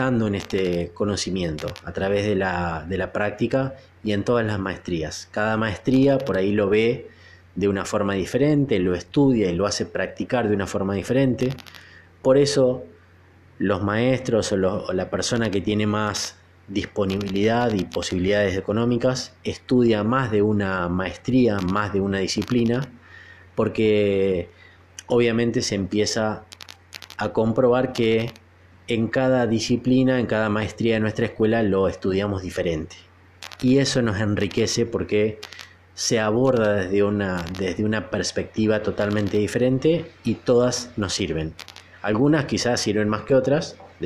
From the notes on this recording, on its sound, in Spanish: Perdón por la interferencia que sale en el audio, que no sé de dónde